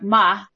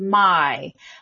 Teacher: he has a classic I monophthonization that is associated with the South · Shown in: first take